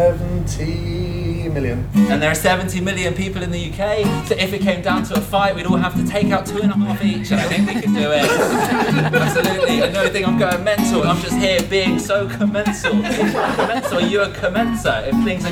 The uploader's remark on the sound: This weeks jam-packed episode was recorded from Northumbria Water’s Innovation Festival.